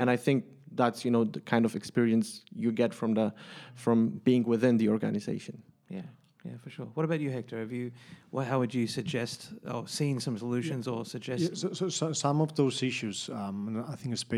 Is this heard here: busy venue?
yes